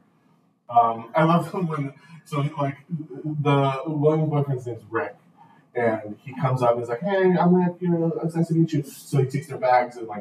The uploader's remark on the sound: A technical glitch has caused this episode to sound like it was recorded underwater.